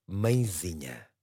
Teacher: A palavra mãezinha tem acento tónico na sílaba zi. Trata-se por isso de uma palavra grave ou paroxítona.